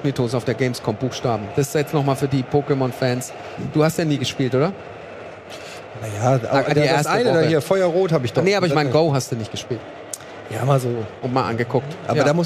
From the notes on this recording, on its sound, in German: Was wäre die GAMESCOM 2022 ohne ein kleines, feines realtalk ALMOST DÖHLI LIVE auf der ROCKET BEANS-Bühne!